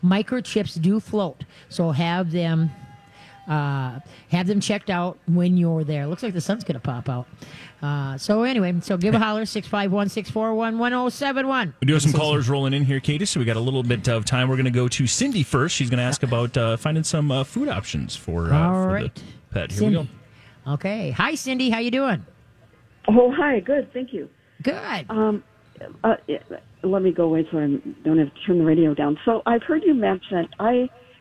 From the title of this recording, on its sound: LIVE from the State Fair!